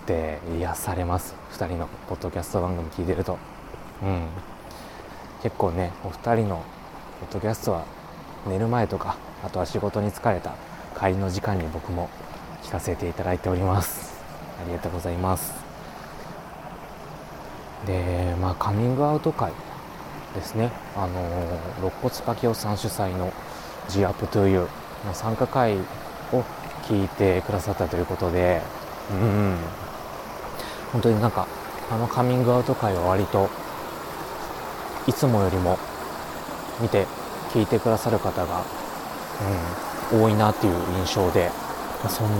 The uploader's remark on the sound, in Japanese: 今回は久々の散歩回。歩きながらぽつぽつとお喋りしました。